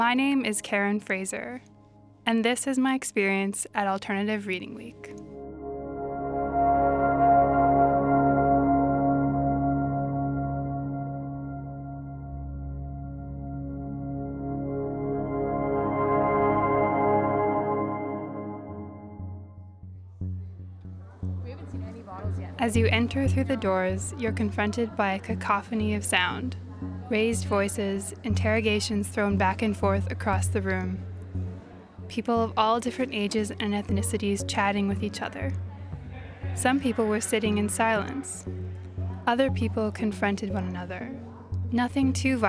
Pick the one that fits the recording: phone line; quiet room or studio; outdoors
outdoors